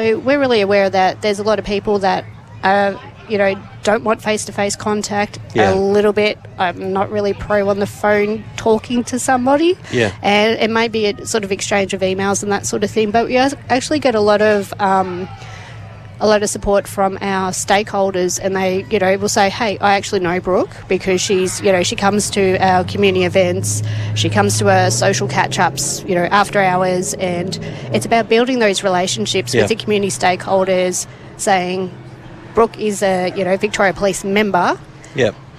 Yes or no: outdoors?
yes